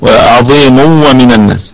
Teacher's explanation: تنوين أتى بعد حرف الواو فحكمه إدغام بغنة